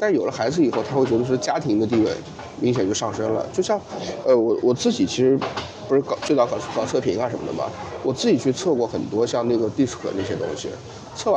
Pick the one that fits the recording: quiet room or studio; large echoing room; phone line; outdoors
outdoors